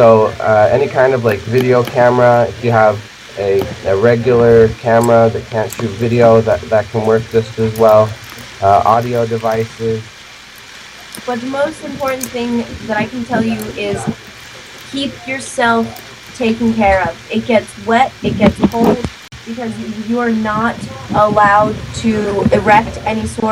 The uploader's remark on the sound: Live from Occupy Wall St. Zuccotti Park.